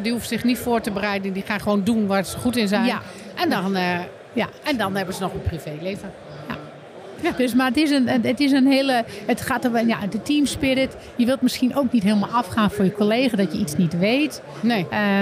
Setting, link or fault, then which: setting, busy venue